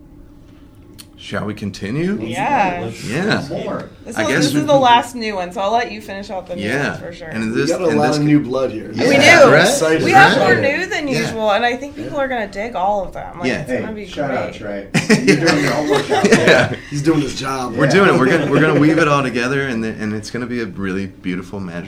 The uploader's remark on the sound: Live from TRB XXII